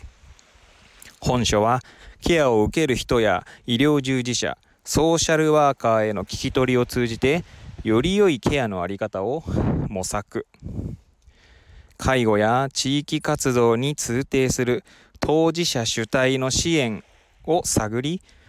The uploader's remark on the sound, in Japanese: 初めての外収録。釜石市の根浜海岸を歩きながらケアとは何かについて語ってみました。音声がどんな感じか気になります。Stand.fm。